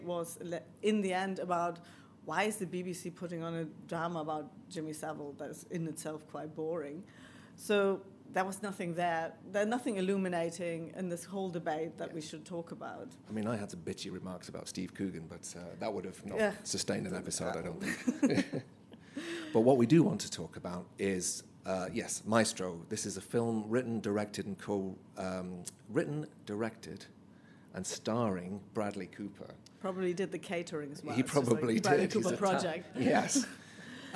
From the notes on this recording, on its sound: Maestro, Live! from the Battle of Ideas. A very special episode, live from the Battle of Ideas. In this first ever live episode of Performance Anxiety.